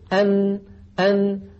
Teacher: الجزء اللساني يجرب هكذا في البيت، أن متى اصطدم طرف اللسان بغار الحنك الأعلى انقفل المكان تماما، وبقيت الغنة من الخيشوم قابلة للتطويل · Term: النون